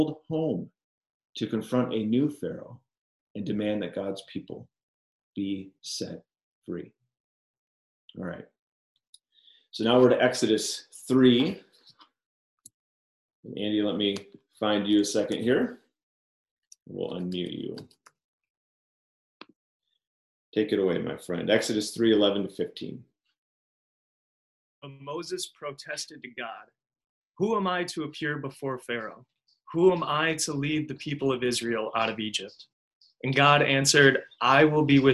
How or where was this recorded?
video call